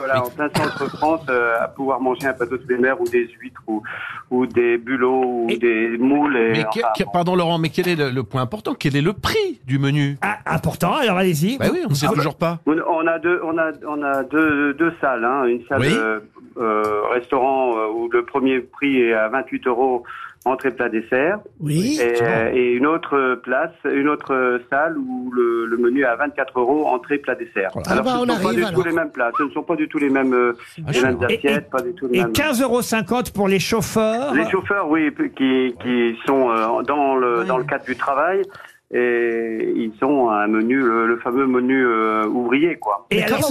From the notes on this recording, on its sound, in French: au téléphone des Grosses Têtes ce 3 novembre.